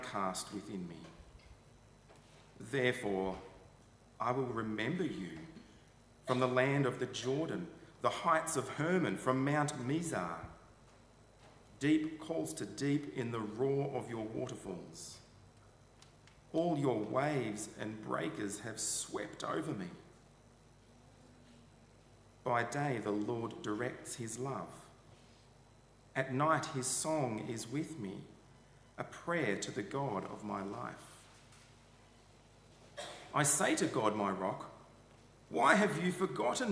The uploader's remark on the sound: Session 3 of Ann St Church Annual Conference